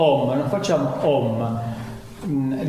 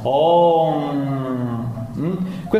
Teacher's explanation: il suono prima scende nella gola, oh, poi la, viene nasalizzato mm, e poi viene finalizzato eventualmente con l'accostamento delle labbra. · Term: anushvara